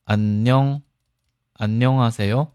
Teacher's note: 那为什么听起来有这种音变呢那这个问题我给大家解释一下其中的这个辅音 h 呢是属于喉音这个辅音是比较特殊一点为什么这个辅音只要它前面有音节也就是说只要有字呢就会影响它的这个气流强度它会发生什么现象呢发生弱化现象发生弱化也就是说正常我们读的是哈对吧但是呢如果说前面有音节呢它会发生这个弱化现象就没有这么重的气流比如说同样一句你好对吧안녕안녕하세요对吧안녕하세요那这里面第三个字你看一下안녕하세요안녕하세요听起来这个气流强度呢并不是这样读对吧안녕하세요对不对它会发生这种自然的弱化现象它一弱化呢就接近这个圆圈的辅音对吧但是呢不一样它还是有原本的这种喝这种气流弱化不代表变成这个啊这个注意一下没有这个音变的啊它会发生弱化现象那弱化接近圆圈的话它有一部分呢是可以连过去的对吧自然会有这种连音这种作用但是呢它还是有原本喝气流还是有所以说它呢有点准确解释就是什么呢